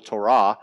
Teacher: but in Hebrew, the emphasis is on the last syllable, Torah. And it comes from the Hebrew verb yara, which means to throw something or to cast or to hurl.